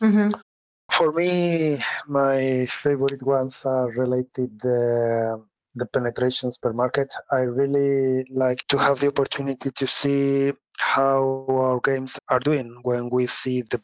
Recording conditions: video call